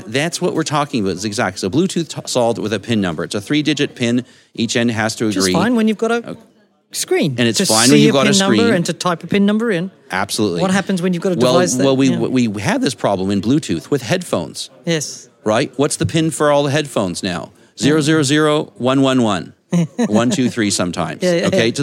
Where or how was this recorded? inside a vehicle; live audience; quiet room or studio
live audience